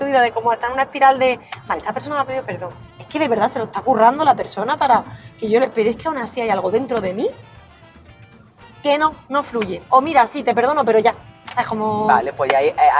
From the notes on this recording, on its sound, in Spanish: episodio grabado un Domingo de resurreción y de camino al Teatro del Barrio (Madrid)